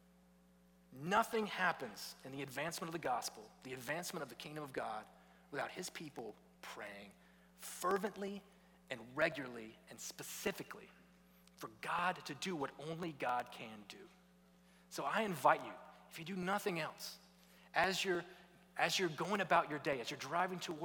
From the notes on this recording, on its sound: was preached at Redeemer Church on November 13, 2022